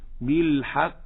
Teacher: لا، هذه ليست قافا، هذه كاف، لأن المهموس هو الكاف، أما القاف لا همس فيها لأنها مجهورة